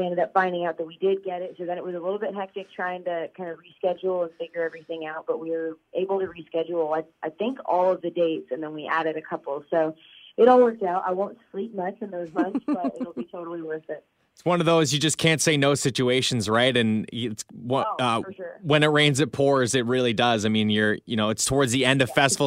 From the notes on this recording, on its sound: We chat over the phone